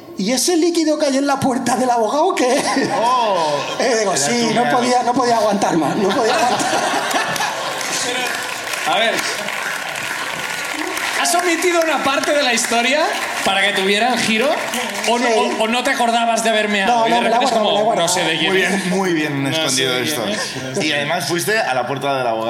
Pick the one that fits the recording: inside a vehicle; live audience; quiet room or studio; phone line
live audience